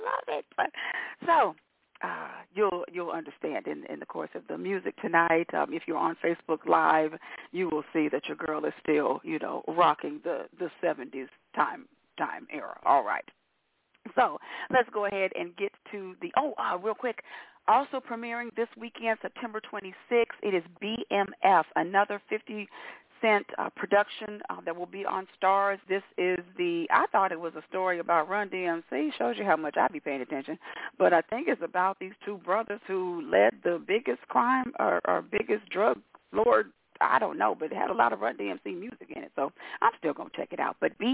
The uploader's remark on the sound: your phone calls